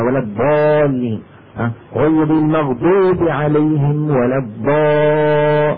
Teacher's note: اللي نطقته أنا الآن ما هو ضال، اللي نطقته الآن أنا هو دال مفخمة، دال مفخمة، والعرب لا تفخم الدال أبدا، العرب دالهم مرققة، دا دا دي دي أد، ما يقولون دا.